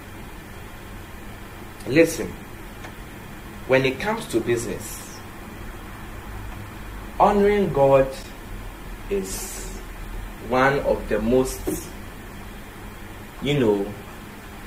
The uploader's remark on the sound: Conference for Love Arena Denomination held at the Love Arena Church, Ghana.